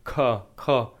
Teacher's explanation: Let's not, instead of thinking of it closing off, think about your tongue sort of swinging back and forth, right? On the ka, your tongue is pushing back on the back of your throat.